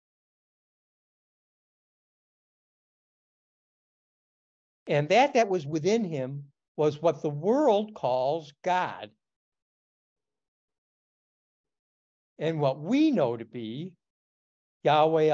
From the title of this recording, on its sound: Oceanside Zoom Class